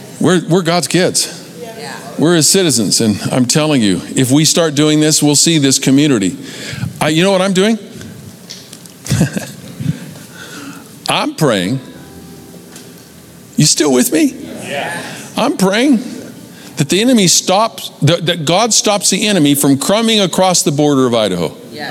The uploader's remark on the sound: Recorded live at Capital Church in Meridian, Idaho